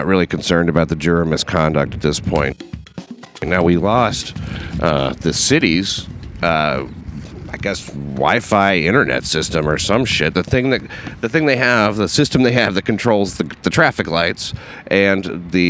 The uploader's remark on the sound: RECORDED ON LOCATION OUTSIDE LINCOLN CENTER.